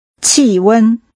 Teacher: Using falling and high-level tones, say temperature.